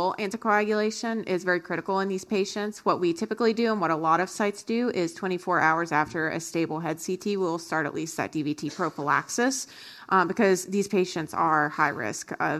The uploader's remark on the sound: This enduring activity was originally presented as a satellite symposium which was held during the 9th European Stroke Organisation Conference (ESOC) in Munich, Germany, in May 2023.